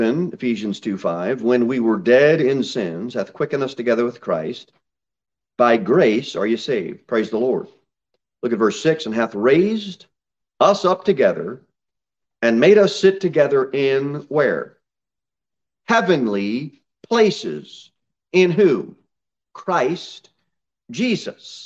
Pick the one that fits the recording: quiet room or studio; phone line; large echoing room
large echoing room